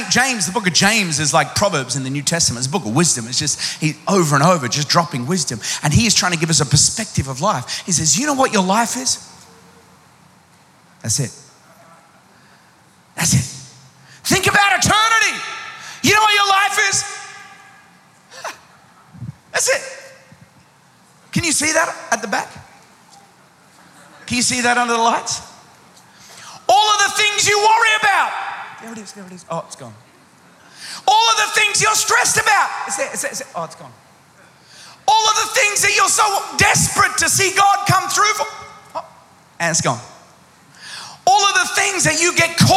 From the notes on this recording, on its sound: Recorded live at Planetshakers Church (Melbourne).